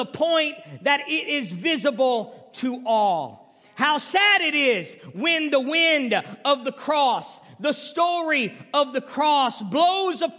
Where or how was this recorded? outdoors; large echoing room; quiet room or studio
large echoing room